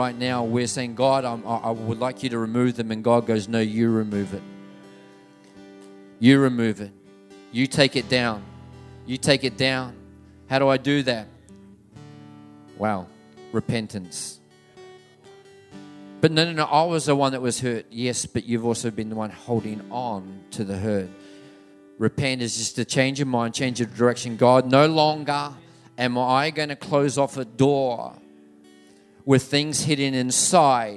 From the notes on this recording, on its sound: This message was recorded on Saturday, 27/7/2019 at River Edge Church.